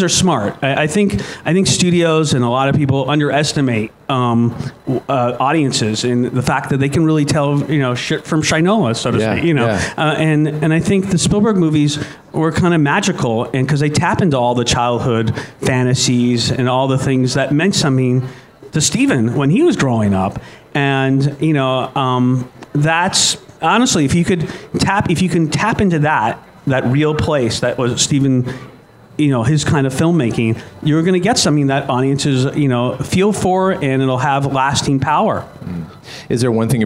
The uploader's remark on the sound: Live at Propstore